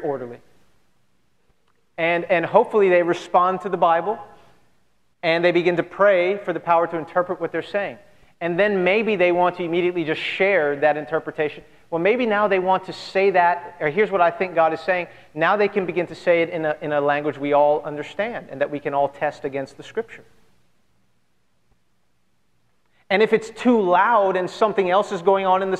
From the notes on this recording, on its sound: at Redemption Hill Church on Sunday, July 4th, 2010.